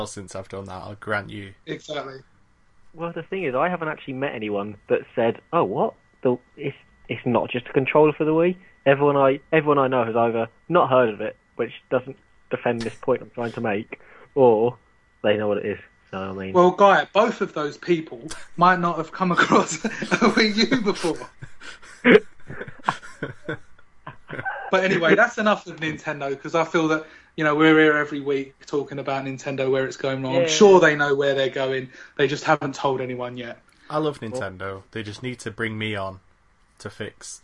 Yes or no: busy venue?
no